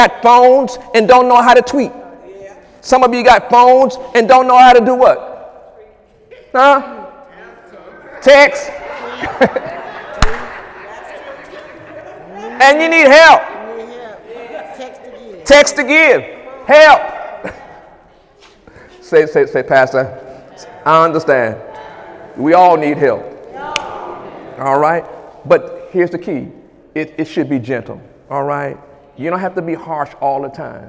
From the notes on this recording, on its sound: During Sunday morning service on March 4, 2018